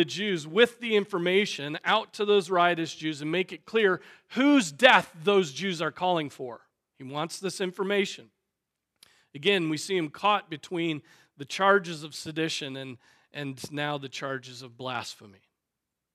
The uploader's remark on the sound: Preached on July 16, 2023 at Trinity Presbyterian Church ( Evangel Presbytery ) in Spartanburg, SC.